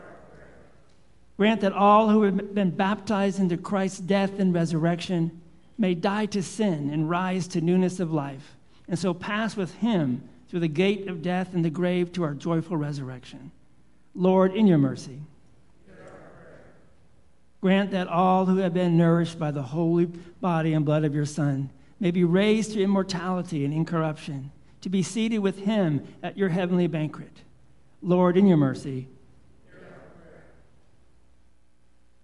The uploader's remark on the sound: Live Worship Service.